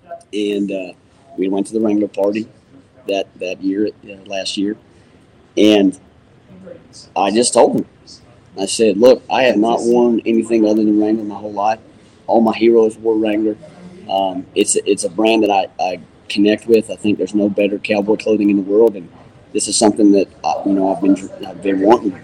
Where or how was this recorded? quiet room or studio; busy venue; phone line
busy venue